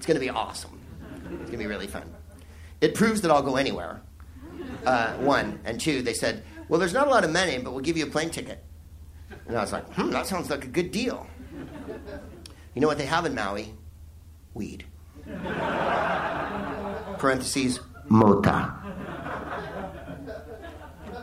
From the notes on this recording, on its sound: Live from the Soho Theatre in London